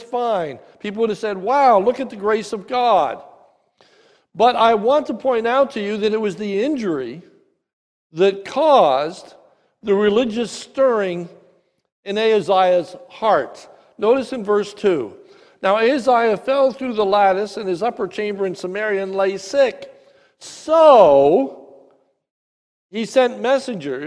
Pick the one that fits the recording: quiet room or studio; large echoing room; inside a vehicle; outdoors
large echoing room